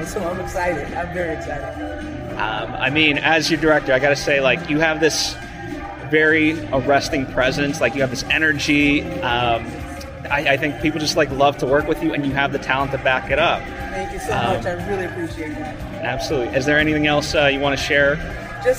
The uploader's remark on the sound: Is interviewed on the red carpet in Las Vegas for the screening of A Bogotá Trip at the Silver State Film Festival.